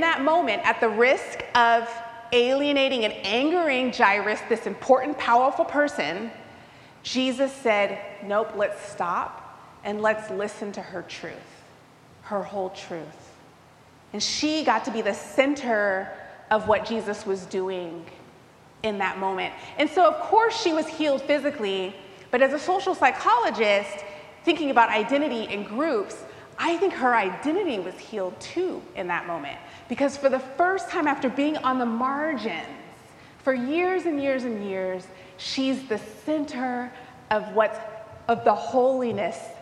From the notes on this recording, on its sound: recorded live at the 10:00am service on Sunday, September 10, 2023.